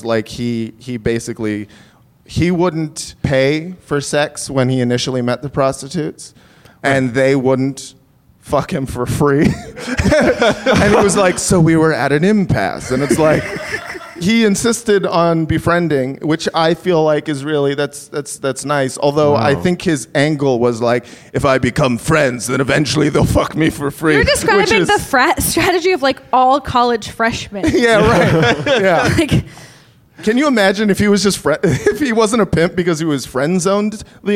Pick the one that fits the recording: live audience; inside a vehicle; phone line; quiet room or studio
live audience